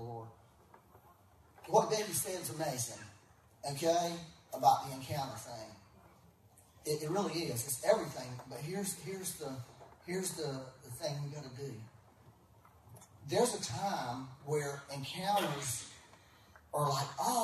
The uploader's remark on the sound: Please excuse the poor audio quality. We had technical difficulties and had to use a back-up method for recorded audio.